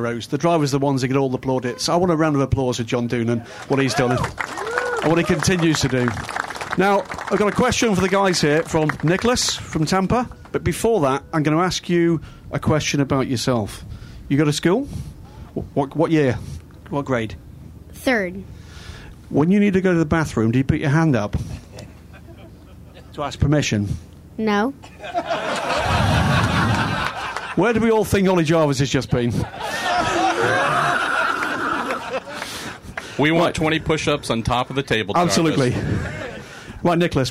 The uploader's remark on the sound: Live with Mazda From Daytona. Join in the fun from the Rolex 24 At Daytona edition of The Week In Sports Cars Live featuring Mazda Team Joest. To entertain more than 100 fans with stories and Q&A.